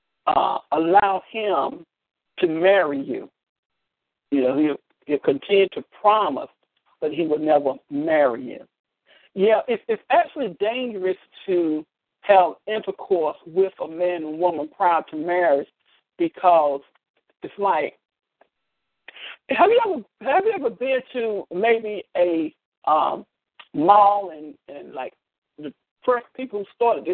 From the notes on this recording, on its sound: ALL CALLS ARE RECORDED AND SHARED ON ALL OUR PROGRAMS.